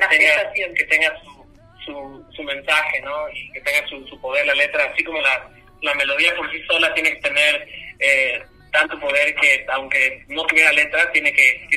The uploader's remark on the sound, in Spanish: Entrevista telefónica